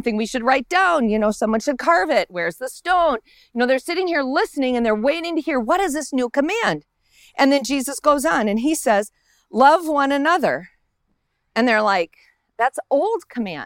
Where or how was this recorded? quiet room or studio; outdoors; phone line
outdoors